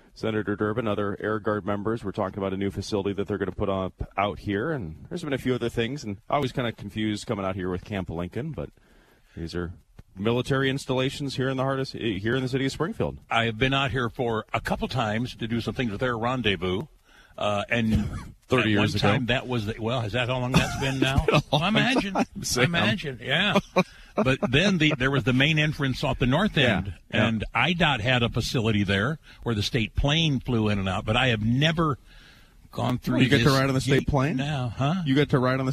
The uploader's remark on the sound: AM Springfield is on the road with Air National Guard Live from the 183rd Wing.